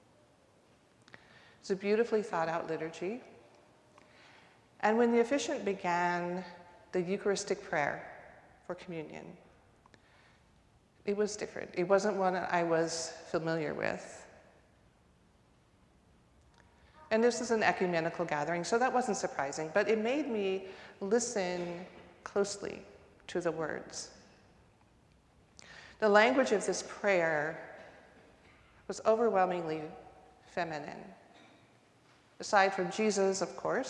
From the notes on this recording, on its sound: recorded live at the 10:00am service